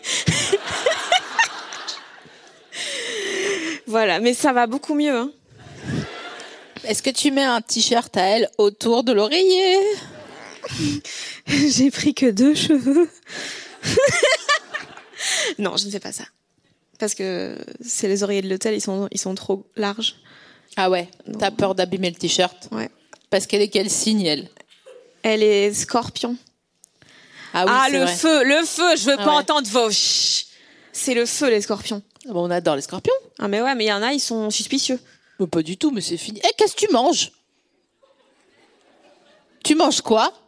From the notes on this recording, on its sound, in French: enregistré le 14 novembre 2022 à la Scala Paris